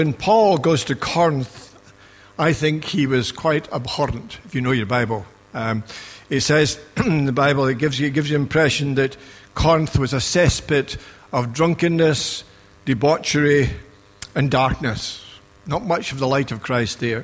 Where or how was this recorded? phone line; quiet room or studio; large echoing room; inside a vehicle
large echoing room